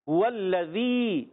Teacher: واو کو لام سے ملانا ہے، لام کو، لام مشدد ہے، ذرا رک کر ادا کریں گے لام کو۔ والذی، یہ زال ہے، زا نہیں۔